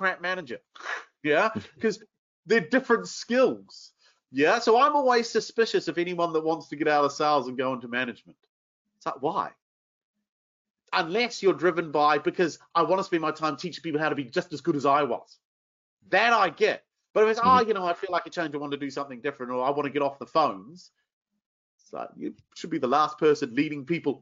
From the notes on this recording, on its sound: This episode is the audio taken from a webinar we ran recently